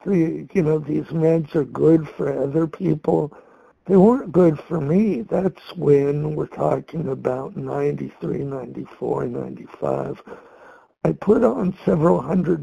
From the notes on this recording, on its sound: from the 100 Pounders Phone Meeting